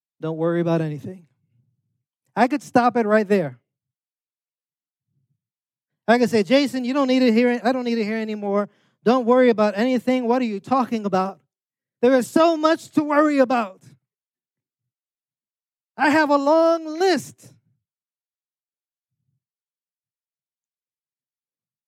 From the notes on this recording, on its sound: preached this sermon on Sunday, December 24th, 2023, at Catalyst Church San Diego